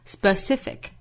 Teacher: 在 s 这个音后面不要拖出其他的元音